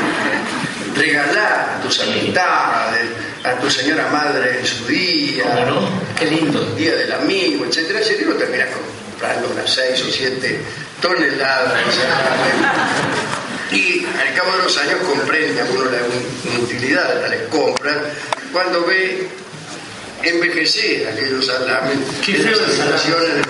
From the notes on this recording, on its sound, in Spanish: En el Aula Magna de la sede del Rectorado de la Unicén. Realizó una emisión del programa radial "La Venganza será Terrible", emitida por los micrófonos de Radio Del Plata.